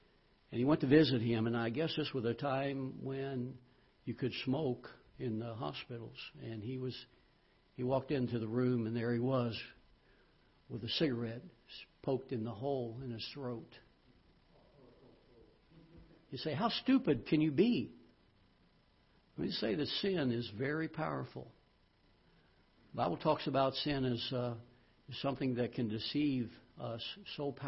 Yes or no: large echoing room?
yes